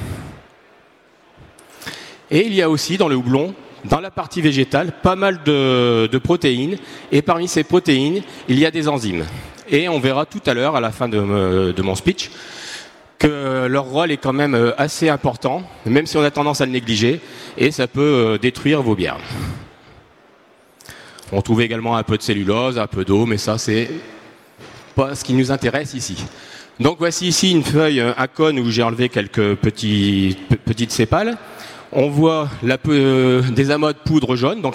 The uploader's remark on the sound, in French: Conférence enregistrée le samedi 22 octobre 2022, au Salon du Brasseur. Conférence enregistrée le samedi 22 octobre 2022, au Salon du Brasseur.